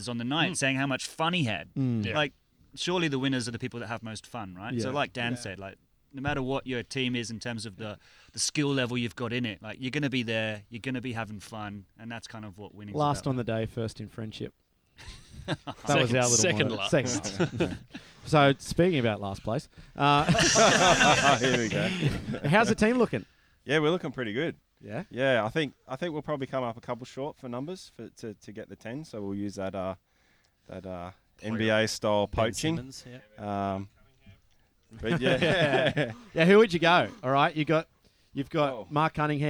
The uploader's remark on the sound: The boys are coming to you live from Whomp Camp 2019 with a huge panel of special guests.